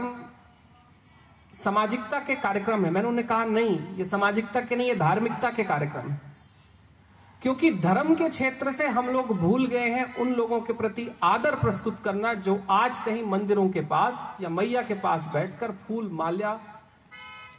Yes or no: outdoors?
yes